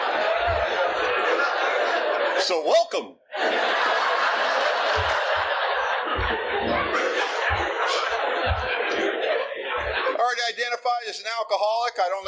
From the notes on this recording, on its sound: telling his story at the 44th Annual Oceanfront Conference held in Virginia Beach Virginia in 2020